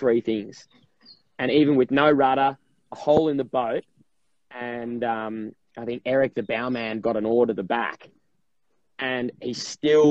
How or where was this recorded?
video call